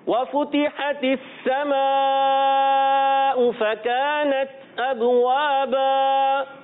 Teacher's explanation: تو زبر کی تنوین کو الف سے بدل کر پڑھیں گے · Term: وقف بالابدال